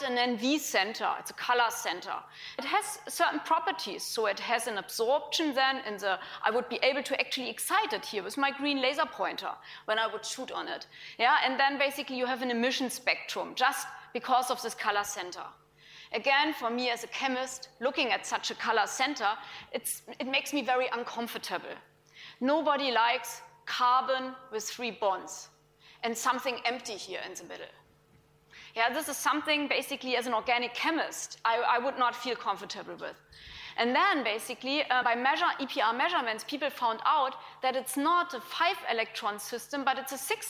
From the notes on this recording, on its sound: IFE Grand Challenge Lecture, recorded 23 February 2018 at QUT